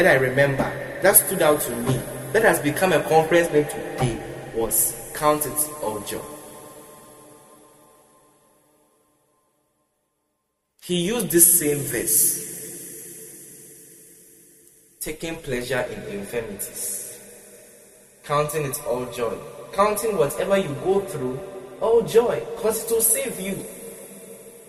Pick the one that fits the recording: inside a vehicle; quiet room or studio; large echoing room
large echoing room